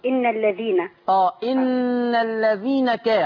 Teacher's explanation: على طول اشبك النون في الكاف